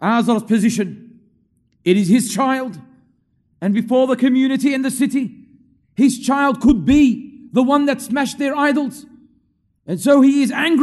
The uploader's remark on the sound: LIVE from Masjid Al-Azhar, Belmore